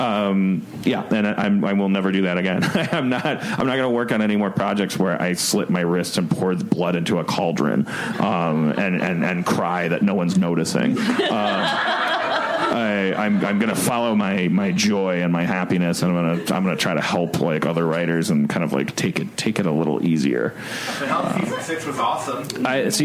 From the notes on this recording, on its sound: What's Your Pitch? panel from ATX. Recorded at ATX Television Fest in June 2015.